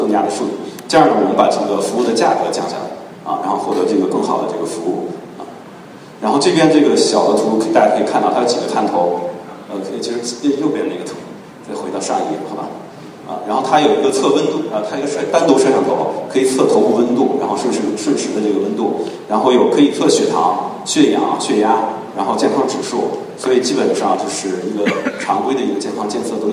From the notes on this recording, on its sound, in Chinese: 本期节目为MIA 2013交互设计论坛的发言录音整理而成。现场录音效果一般，对音质要求较高的朋友请慎重下载。